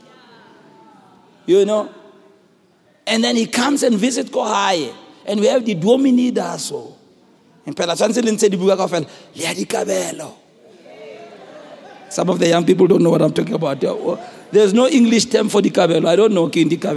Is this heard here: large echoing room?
yes